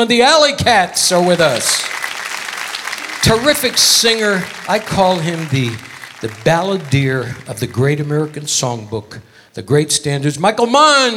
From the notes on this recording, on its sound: Live at the SouthPoint Casino